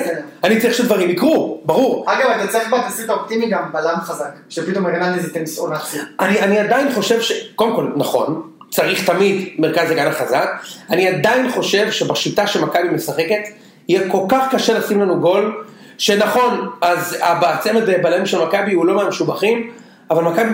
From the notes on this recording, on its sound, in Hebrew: דפקנו את הסאונד והקלטנו דרך המחשב במקום הקונסולה המקצועית